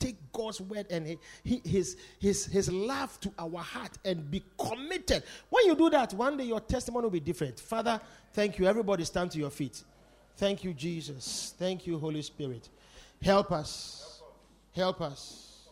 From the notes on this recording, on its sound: Preached at The Supernatural Encounter Service.